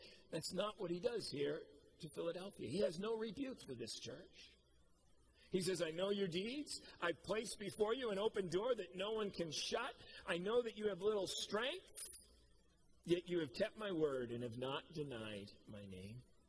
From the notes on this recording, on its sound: Preached at COMMUNITY Covenant on 8/8/21